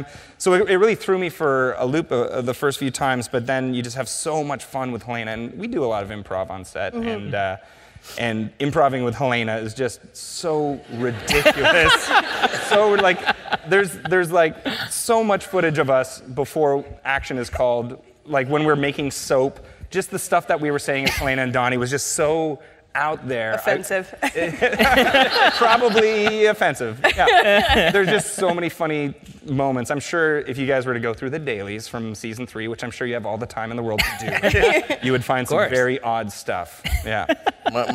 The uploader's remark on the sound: The conversation was recorded on Mar 31, 2016 in front of a live audience at New York’s 92nd Street Y.